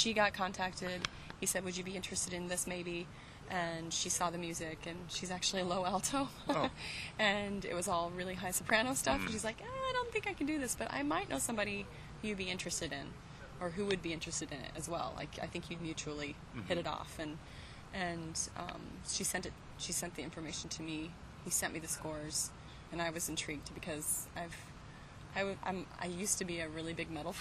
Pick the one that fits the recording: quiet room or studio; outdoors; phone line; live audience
outdoors